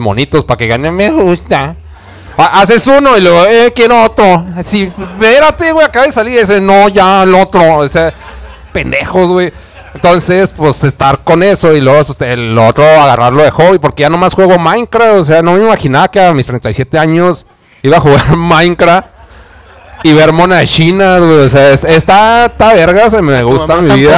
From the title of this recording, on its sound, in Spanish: Episodio Especial En Vivo Desde El Dragon Rojo